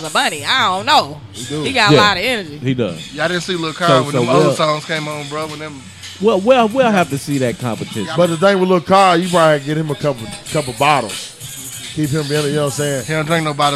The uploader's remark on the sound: sit down and chat with us while we recorded live